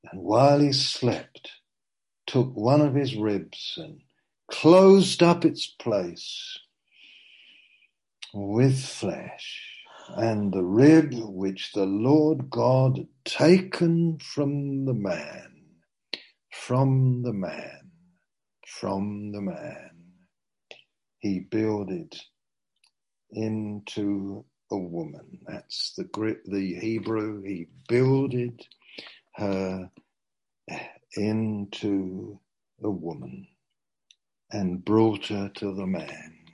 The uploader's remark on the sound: Zoom - Teign Valley Sessions.